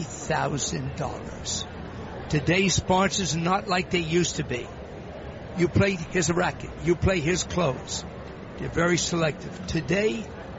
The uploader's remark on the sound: Live from the 2016 US Tennis Open.